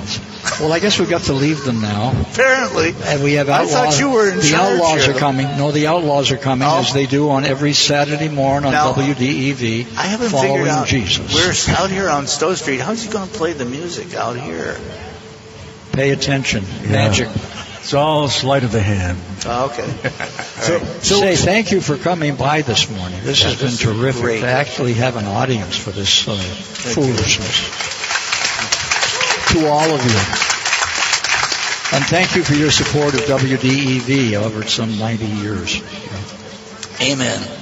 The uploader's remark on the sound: We're coming from you live on Stowe Street to celebrate our 90th anniversary!